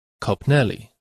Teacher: When ę appears before the consonant l, it's pronounced as e.